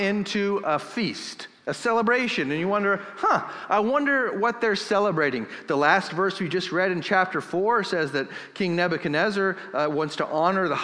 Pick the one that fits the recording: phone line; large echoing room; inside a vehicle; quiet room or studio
large echoing room